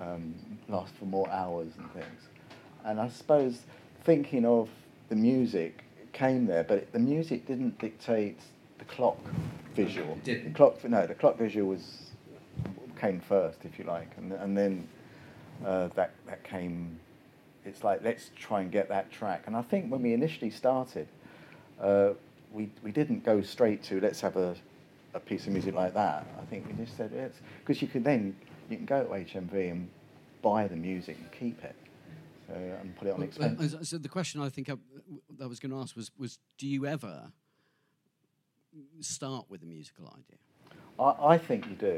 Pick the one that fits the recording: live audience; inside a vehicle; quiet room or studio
live audience